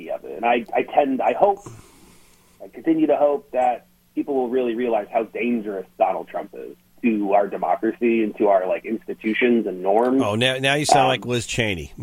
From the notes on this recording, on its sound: the Democratic Strategist called into GMNH